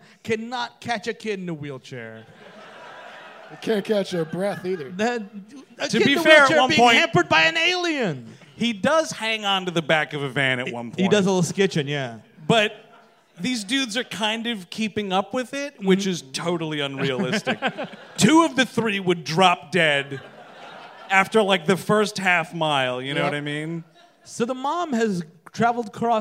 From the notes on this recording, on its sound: Recorded live at the Bell House in Brooklyn, NY.